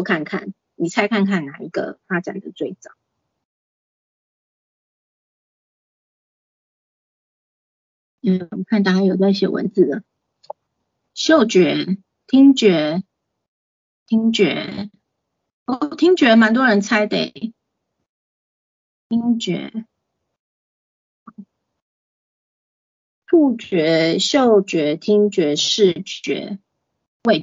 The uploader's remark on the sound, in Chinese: 講座錄音。此為線上課程錄音檔！